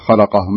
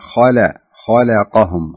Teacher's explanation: انتبه لللام في ترقيقها، يعني صح أن اللام وقعت بين مفخمين بين الخاء وبين القاف · Shown in: second take · فانتبه لللام، يعني ما تقول خلقهم، لا، خلقهم.